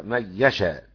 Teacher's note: أما خلف حمزة يقرأ هكذا من يشاء، يعمل إدغام كامل ويحذف الغنة، وله في يشاء خمسة القياس مثل السفهاء، ثلاثة الإبدال، والتسهيل بروم مع المد والقصر.